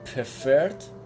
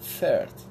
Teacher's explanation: پی اف وقتی که با هم دیگه میان تقریبا میشه گفت که پی خونده نمیشه · Shown in: second take